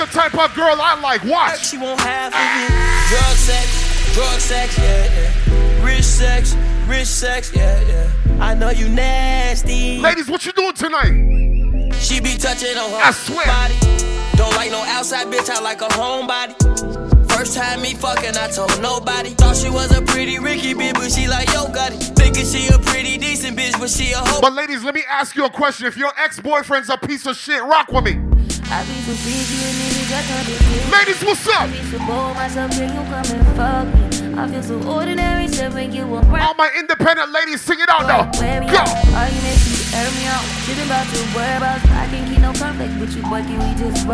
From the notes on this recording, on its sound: STRICTLY THE HIGHEST TORONTO - LIVE AUDIO. STRICTLY THE HIGHEST INSIDE DY BAR IN TORONTO.